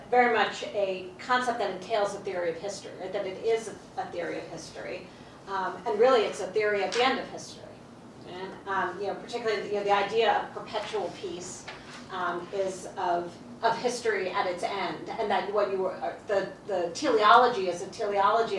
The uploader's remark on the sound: featuring audio from events at Columbia University